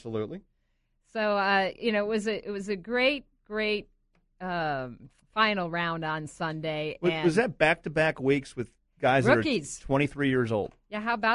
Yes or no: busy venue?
no